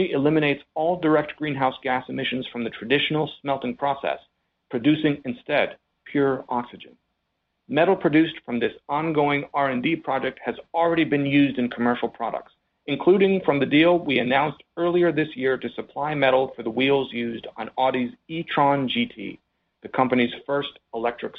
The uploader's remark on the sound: Alcoa’s second-quarter conference call